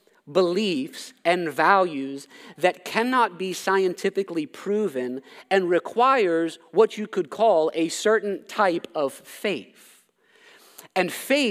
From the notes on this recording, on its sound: This sermon was preached at Covenant Fellowship Church